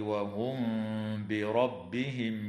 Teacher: تُخْفَى الميم الساكنة عند الباء مع الغنة